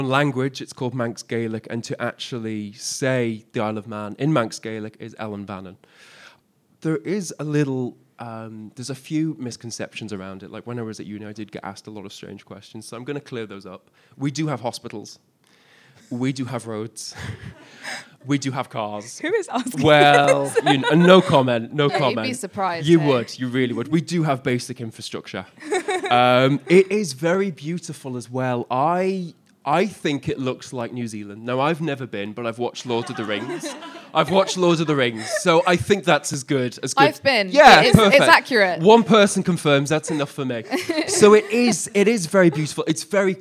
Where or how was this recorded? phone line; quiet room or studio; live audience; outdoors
live audience